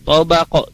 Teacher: jadi tidak tobak tapi tabaq juga harus dipantulkan